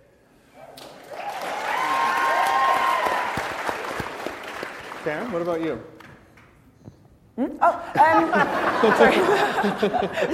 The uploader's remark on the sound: This is the 40-minute Q&A following sneak preview screening of the first two episodes of Doctor Who series 6 to a packed movie theater of Who fans in NY on April 11, 2011.